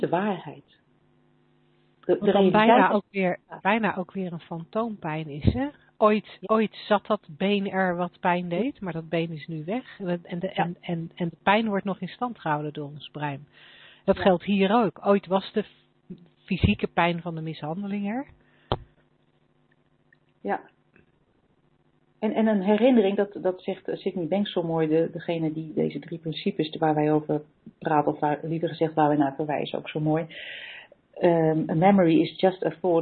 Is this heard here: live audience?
no